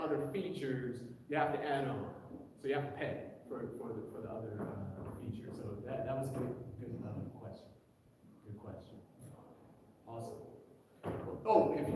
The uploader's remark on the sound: This is the audio of the presentation at the American Accounting Association CTLA ( ) 2022 in San Diego, Ca. The presentation was recorded live. I apologize for the poor quality of the recording.